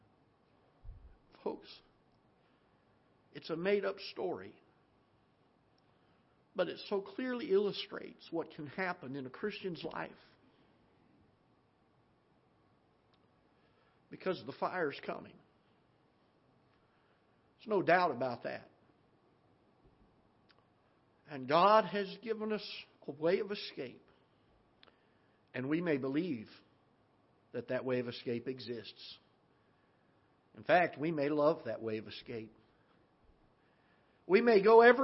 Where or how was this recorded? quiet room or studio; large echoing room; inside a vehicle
large echoing room